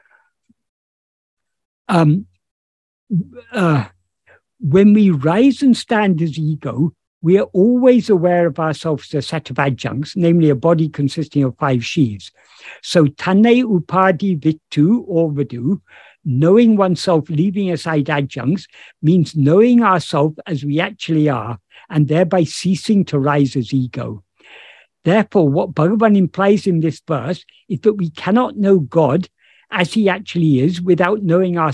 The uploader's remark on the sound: In a Zoom meeting of the ‘Ramana Maharshi Foundation UK’ on 9th July 2022